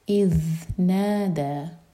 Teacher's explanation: ذیل پر جب بھی سکون ہوگا تو تھوڑا سا ٹائم دیا جائے گا، اس کو کہتے ہیں رخاوا. جلدی سے نہیں پڑھنا، اذ نادا نہیں کہنا.